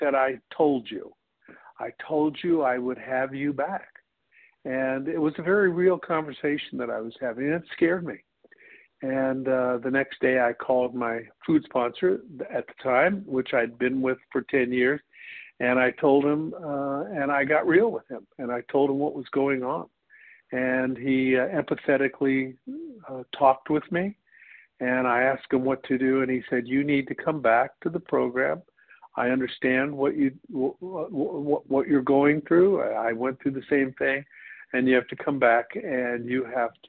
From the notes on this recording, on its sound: 100 Pounders Phone Meeting.